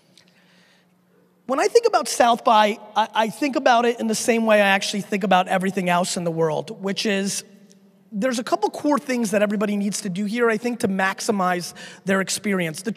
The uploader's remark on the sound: A keynote that I gave back at SXSW 2014.